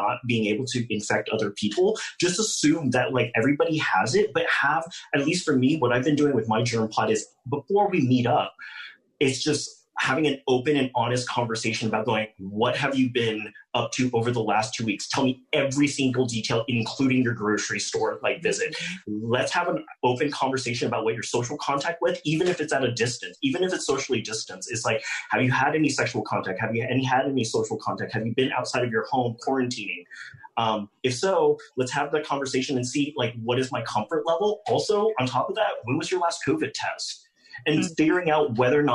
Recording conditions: video call